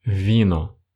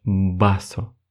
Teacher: эта буква испанцами чаще всего произносится не как звук «в», эта буква произносится как звук «б» · Shown in: second take · Например, испанец не скажет слово «вино», Испанец скажет слово «бино», хотя пишется она через букву УВ.